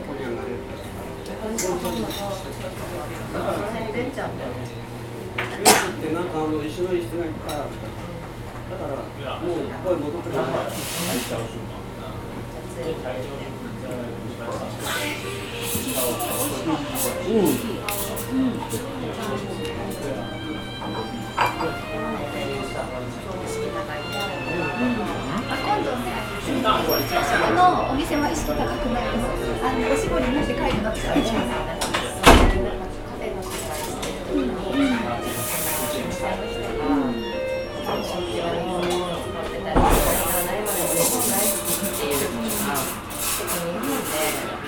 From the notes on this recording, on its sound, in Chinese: 士林捷運站附近的隱藏咖啡廳。聽著之前在他們店裡錄製的聲音。